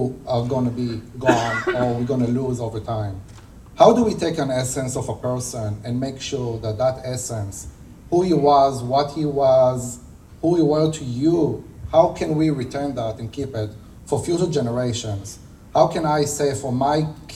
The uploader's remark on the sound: Pitch Night at NFT Connect - Austin TX. - June 6, 2022 - Open Mic